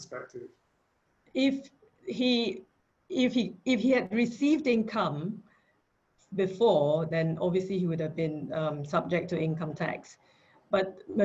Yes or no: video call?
yes